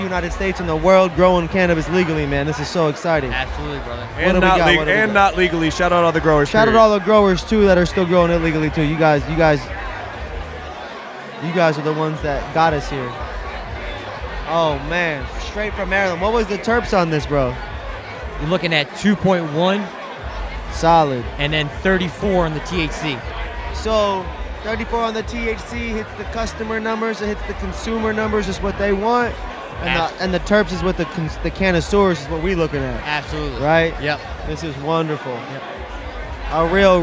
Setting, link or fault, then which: setting, busy venue